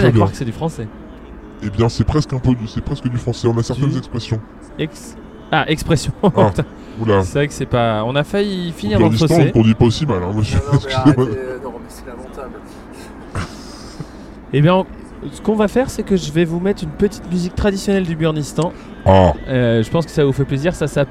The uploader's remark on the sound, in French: Enregistré cette fois-ci sur la route du retour. Une certaine fatigue palpable.